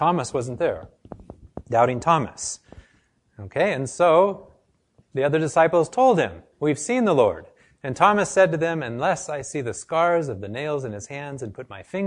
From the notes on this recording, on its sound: This lecture was given to a group of medical students and health professionals